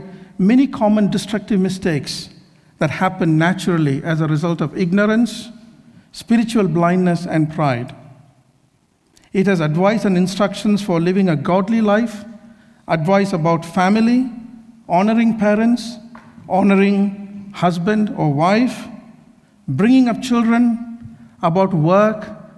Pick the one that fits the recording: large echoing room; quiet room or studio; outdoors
large echoing room